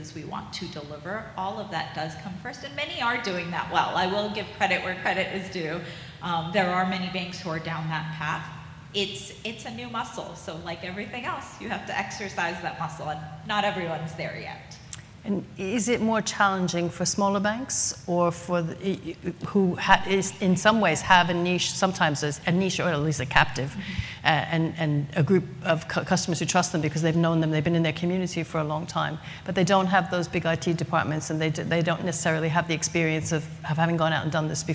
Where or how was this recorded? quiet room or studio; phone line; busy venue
busy venue